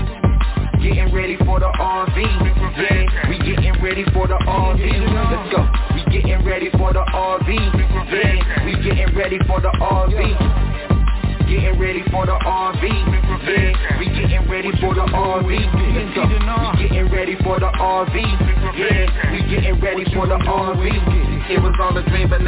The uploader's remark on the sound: TNTSuperfantastic Conference Call